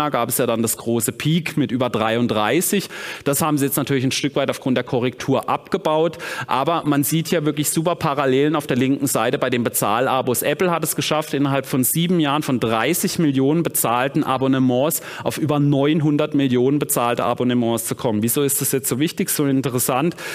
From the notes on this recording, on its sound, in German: Vortrag auf der Invest